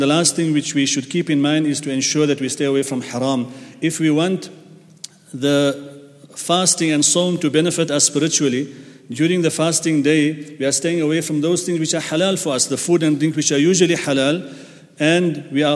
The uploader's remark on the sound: at the Houghton Masjid (West Street)